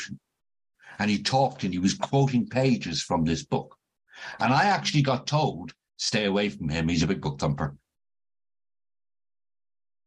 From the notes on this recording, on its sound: This zoom meeting was recorded at the Magical Mystery Tour meeting in January of 2022.